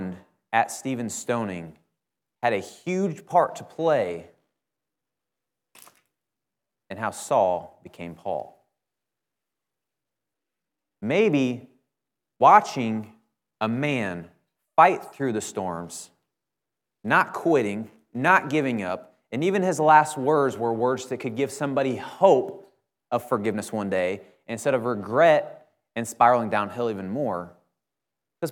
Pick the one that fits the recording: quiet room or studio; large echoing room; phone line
large echoing room